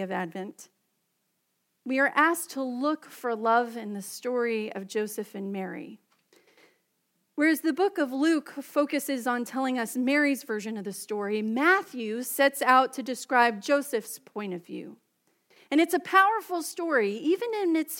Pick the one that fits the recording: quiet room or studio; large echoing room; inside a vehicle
large echoing room